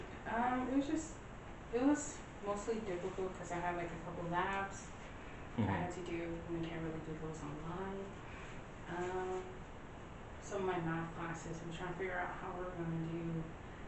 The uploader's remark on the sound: Recording of the original potato quality podcast